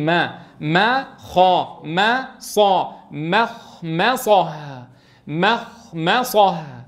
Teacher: الأولى ماذا جورها؟ جورتها الخاء المستعلية، والميم الثانية جورتها الصاد المستعلية المطبقة، وكلاهما مفخمتان · Term: تفخيم الميم